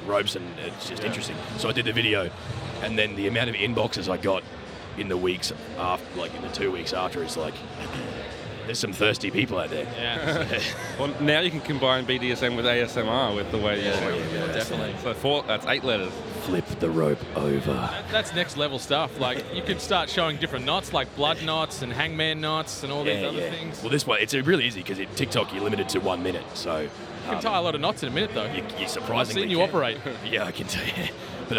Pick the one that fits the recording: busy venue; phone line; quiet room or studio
busy venue